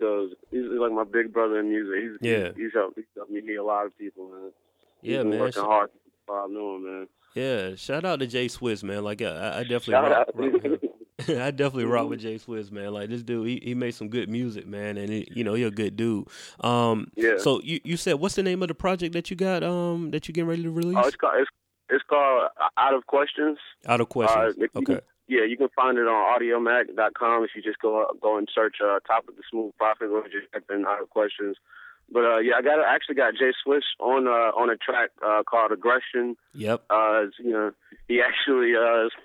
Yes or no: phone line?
yes